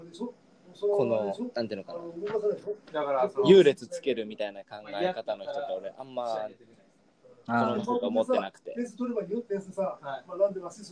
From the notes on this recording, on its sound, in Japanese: かなり雑音が入ってます。聞きづらいかもしれないです。